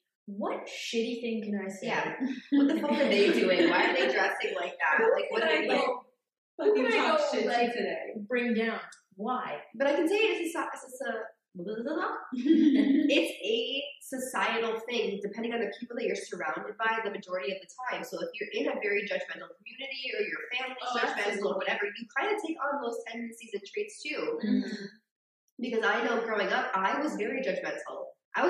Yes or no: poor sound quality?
yes